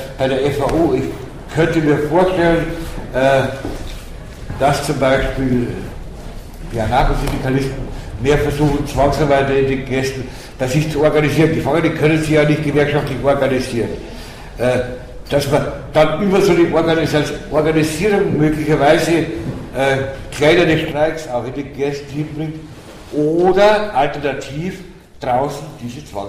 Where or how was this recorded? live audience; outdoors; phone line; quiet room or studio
live audience